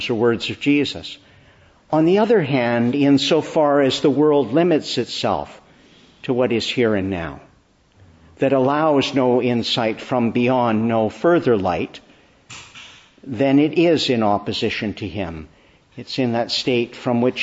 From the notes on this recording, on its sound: Preached inn the Church of the Annunciation, Ottawa. Morning Service.